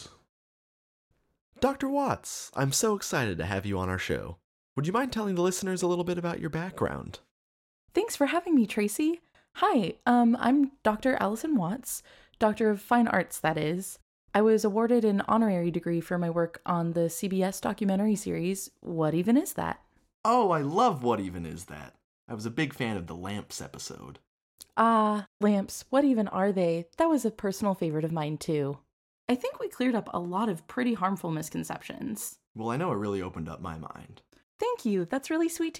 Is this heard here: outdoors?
no